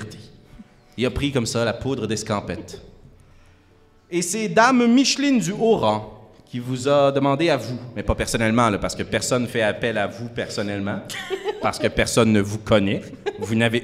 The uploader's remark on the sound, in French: En direct du Centre des Arts Populaires de Nicolet. Se réunir autour d'une même table physique en vrai de vrai pour un épisode LIVE. CAPTATION EN LIVE RÉALISÉE PAR COUP CRITIQUE (avec les limites que ça comporte).